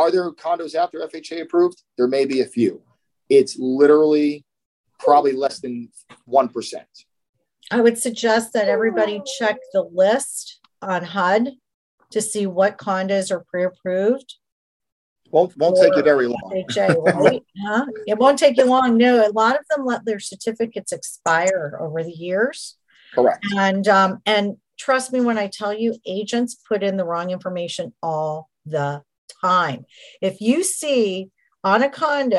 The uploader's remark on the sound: in this weeks Zoom call!